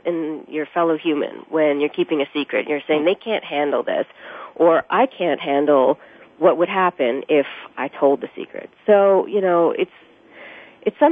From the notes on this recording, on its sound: It's time again to open the phone lines to you